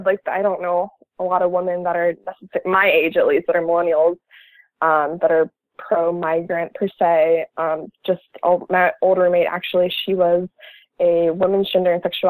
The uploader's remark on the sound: Call In Show - November 28th, 2016